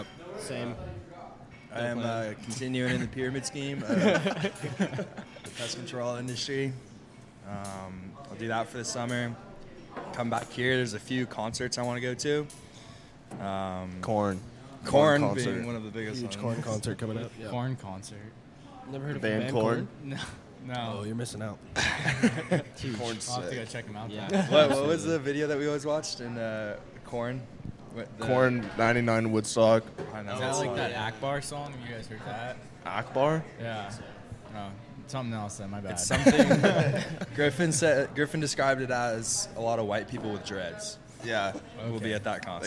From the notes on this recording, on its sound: Coming at you LIVE from the one and only Crickets Tavern